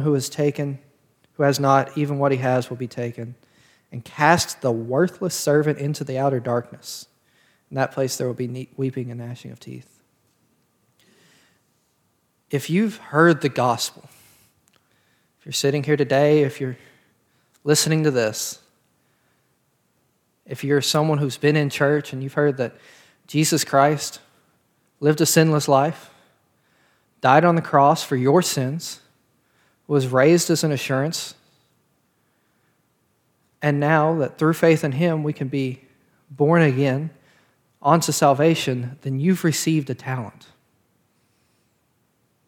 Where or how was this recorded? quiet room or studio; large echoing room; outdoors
large echoing room